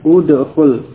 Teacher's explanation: Ya, kalau di awal kalimat diucapkan udkhul. Ya, hamzah di awal diucapkan dengan harakat dhammah